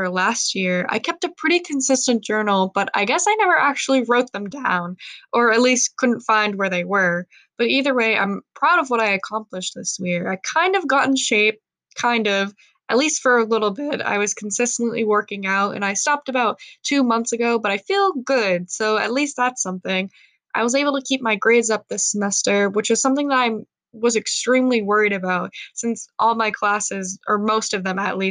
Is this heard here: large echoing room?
no